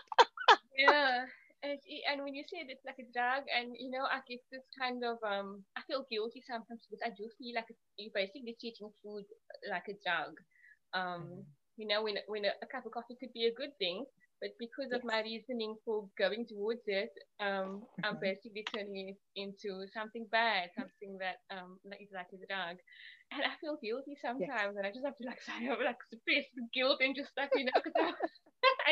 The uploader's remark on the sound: Apologies for the soft audio.